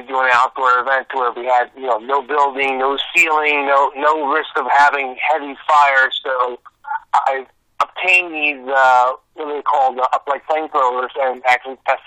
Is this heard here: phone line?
yes